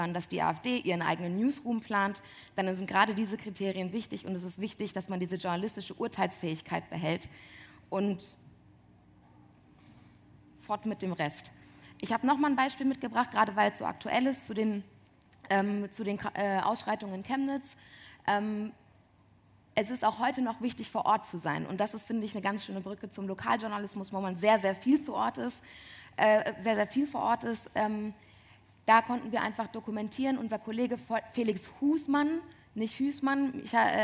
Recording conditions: busy venue